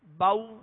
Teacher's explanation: जब वाव लीन अदा करेंगे तो उस वक्त होंठ गोल करेंगे